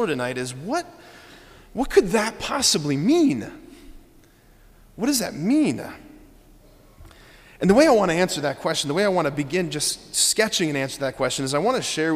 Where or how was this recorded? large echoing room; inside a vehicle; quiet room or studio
large echoing room